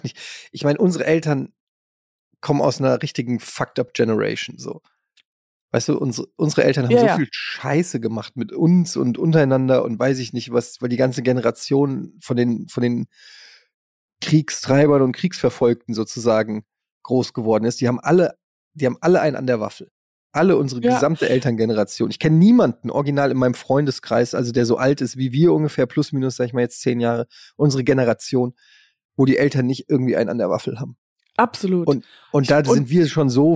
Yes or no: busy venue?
no